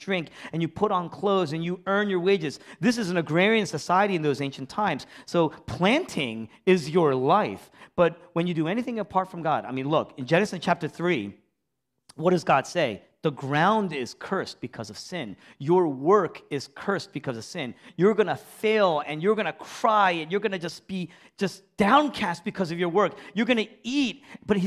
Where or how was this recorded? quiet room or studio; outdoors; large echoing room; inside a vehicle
large echoing room